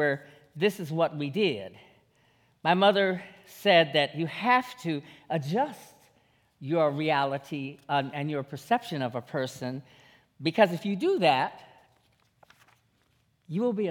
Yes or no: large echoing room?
yes